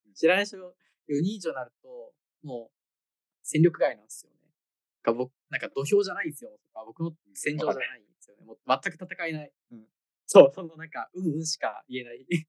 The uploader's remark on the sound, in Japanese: zoom音質でお届けします。